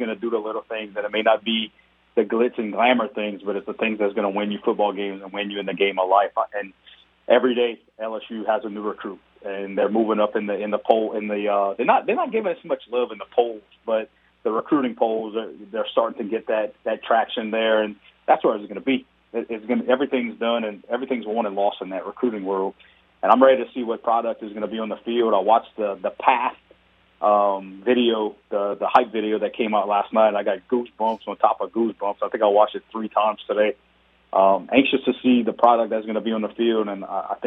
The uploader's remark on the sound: We also go to the phone lines. We then hit the phones again.